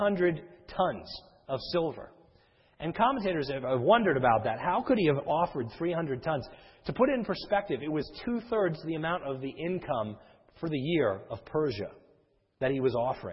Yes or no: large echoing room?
yes